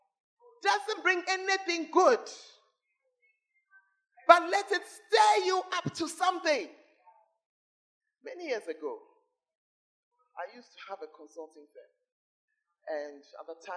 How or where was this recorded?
large echoing room